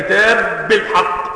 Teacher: الباء سكنتها وأدغمتها فيما بعدها · Term: حرف الباء المشدد